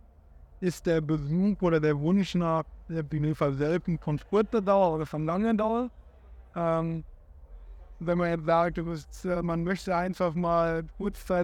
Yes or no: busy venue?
yes